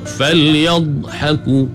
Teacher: Falyadhaku, nak kena angkat lidah rapat ke langit, di tepi ni pula sengit ke beberapa batang gigi geraham di belah kiri ataupun kanan. Makhraj bagi huruf dha ni, dia memanjang, ada sifat istitalah bagi dha. · Kemudian falyadhaku, buat jaga jangan sampai jadi beranak, jadi qalqalah. Falyadh salah, pasal dh bukan qalqalah, pegang. Falyadhaku, nak kena angkat lidah rapat ke langit, di tepi ni pula sengit ke beberapa batang gigi geraham di belah kiri ataupun kanan.